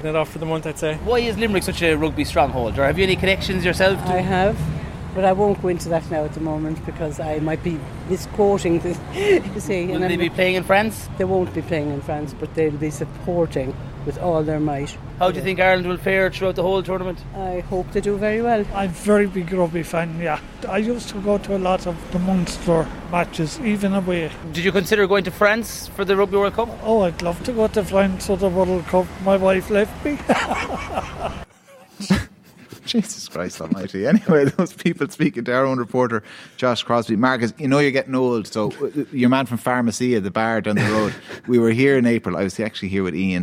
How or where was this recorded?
busy venue